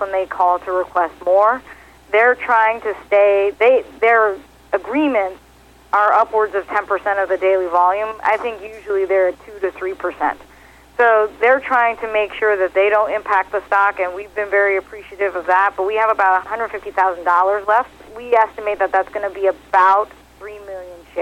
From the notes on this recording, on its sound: called in to SmallCapVoice